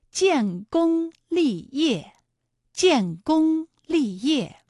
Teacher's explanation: 建功二字呢，一个是有前鼻韵母烟，一个是有后鼻韵母翁